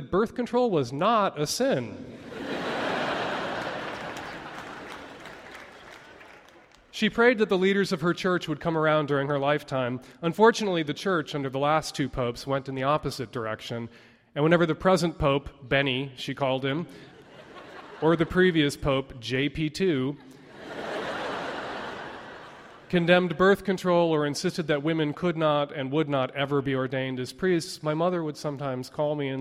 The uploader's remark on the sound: A live episode of the radio program, including stories told on stage